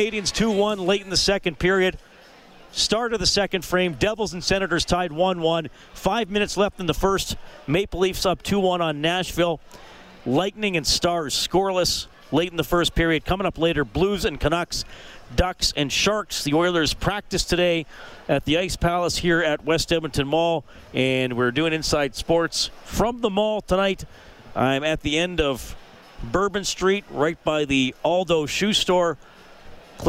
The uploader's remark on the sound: live at West Edmonton Mall for the Oilers Open Practice and Autograph Session.